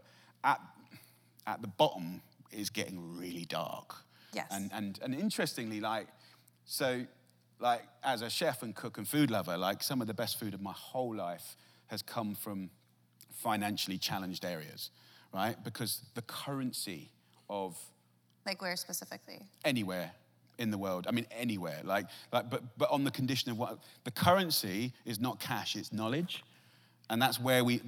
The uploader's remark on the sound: recorded on January 8, 2019 in front of a live audience at New York's 92nd Street Y